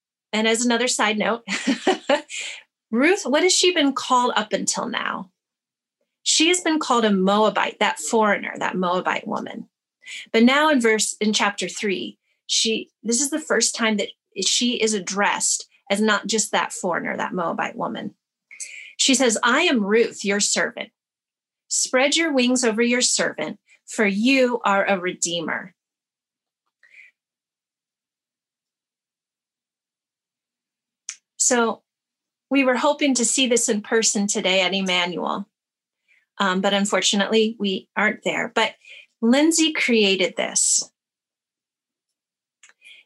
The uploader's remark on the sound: Teaching from the February 7, 2021 Zoom Gathering